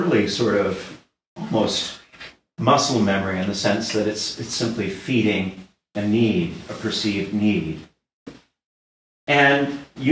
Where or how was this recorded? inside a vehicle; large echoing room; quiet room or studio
large echoing room